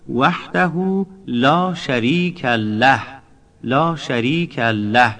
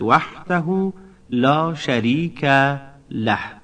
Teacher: یعنی به حرف لام تشدید میدن، که این هم اشتباه است · Shown in: first take